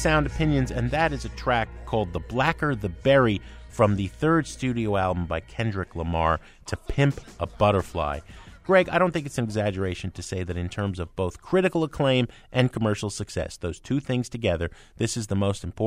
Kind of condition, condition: setting, busy venue